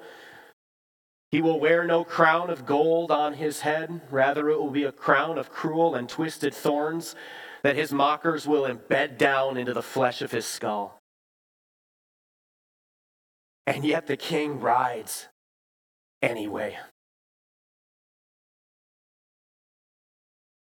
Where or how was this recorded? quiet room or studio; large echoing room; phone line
large echoing room